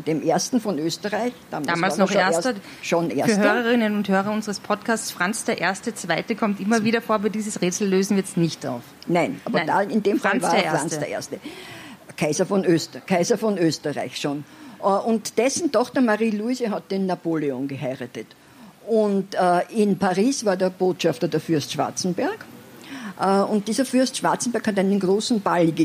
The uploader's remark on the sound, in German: Live in Ottakring. 1.Teil des Live-Mitschnitts vom Kultursommerwien 2020. Live am Nietzscheplatz über Ottakring.